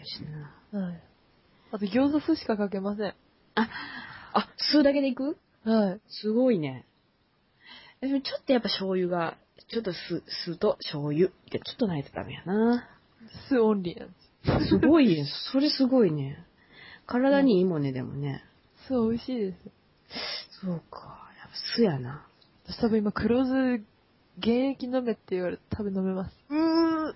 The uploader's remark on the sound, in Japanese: 音質は改善しようかと思いつつ、今回はこのまま。AMラジオだと思って聴くように！！